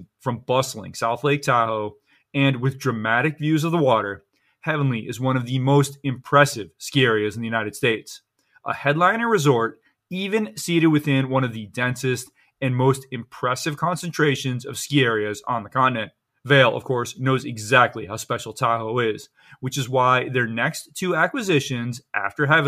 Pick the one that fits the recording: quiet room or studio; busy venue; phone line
quiet room or studio